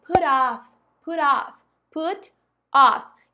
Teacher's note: a gente de novo fala tudo juntinho, tem aí um linking sound, um som que faz parecer com que essas duas palavras sejam uma só